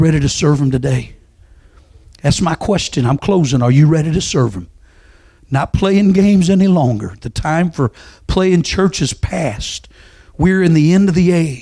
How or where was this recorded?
large echoing room